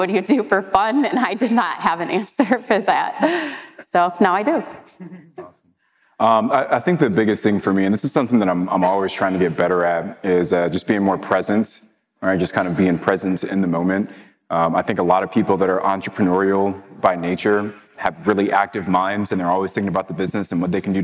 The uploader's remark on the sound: Live Host Panel from NOLA